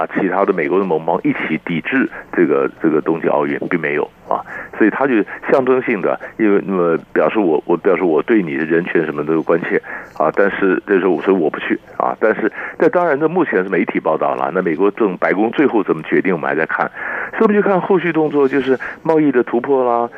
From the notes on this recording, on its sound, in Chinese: 連線訪問